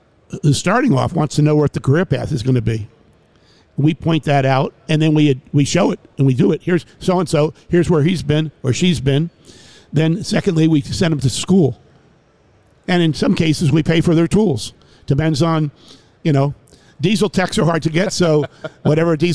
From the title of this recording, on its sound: Live at NADA.